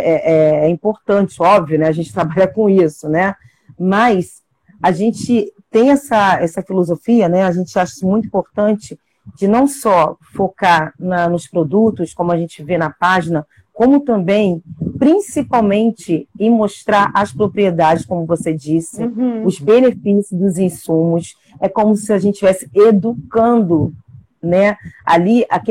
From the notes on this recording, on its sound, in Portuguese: em uma live especial no Instagram